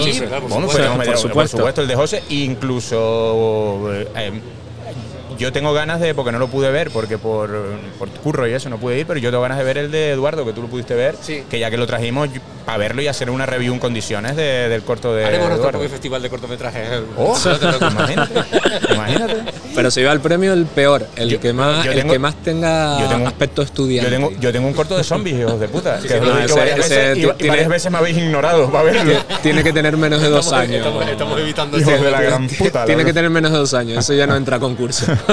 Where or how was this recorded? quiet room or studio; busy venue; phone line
busy venue